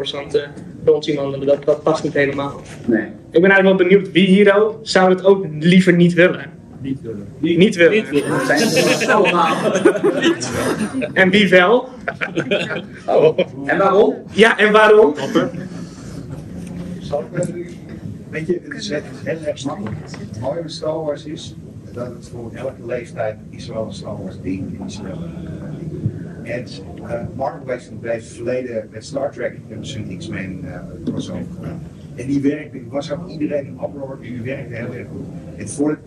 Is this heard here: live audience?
yes